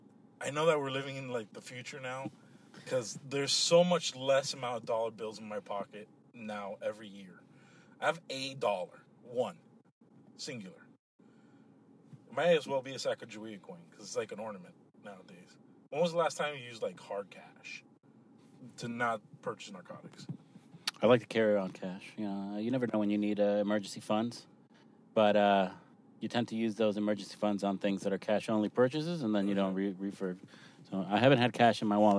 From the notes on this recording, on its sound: we are in the car